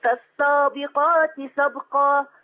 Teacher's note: والسابقات مش ما تبقاش صاد هي سين